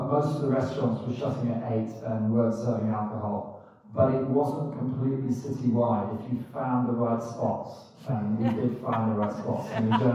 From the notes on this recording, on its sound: At the ' Ski Launch' event in London. Please note that the sound quality on this broadcast is not ideal.